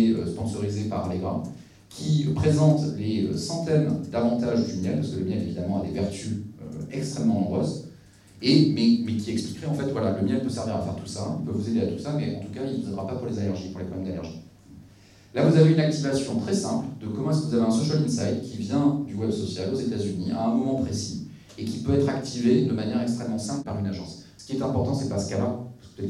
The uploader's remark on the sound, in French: Cette conférence, animée par 2 pionniers français du Social Listening et de la Social Intelligence a été enregistrée à l’occasion du Printemps des Etudes 2023, le salon du Research, de la data et des insights.